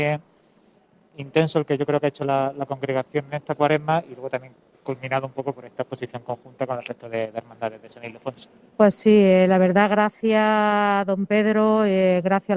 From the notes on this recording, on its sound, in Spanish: Nos trasladamos a sus sedes para hablar en directo con sus responsables. Desde la exposición de paneles fotográficos.